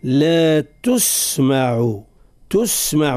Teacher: يجب أن نبرز صفة الصفير لحرف السين الساكن، لا تسمع، تسمع من غير مبالغة.